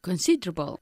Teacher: No se dice considerable, sino considerable. La E se pierde, la de medio.